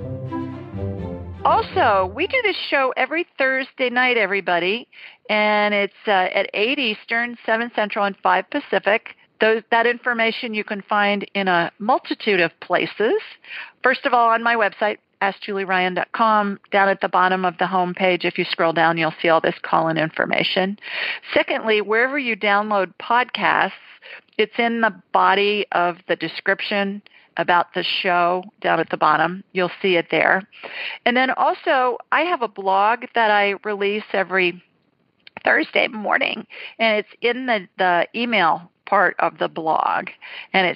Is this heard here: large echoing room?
no